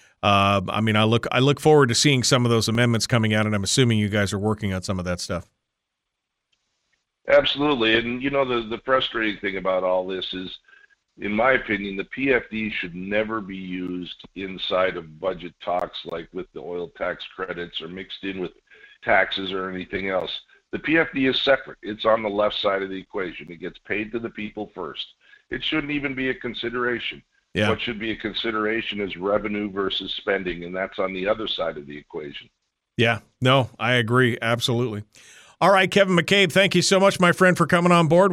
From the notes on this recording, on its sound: take your phone calls